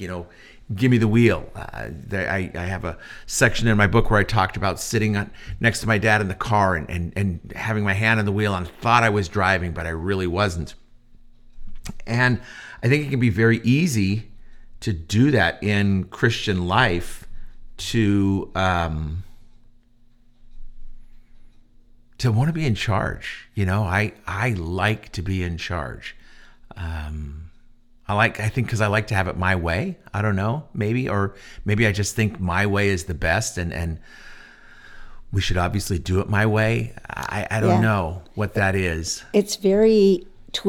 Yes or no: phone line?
no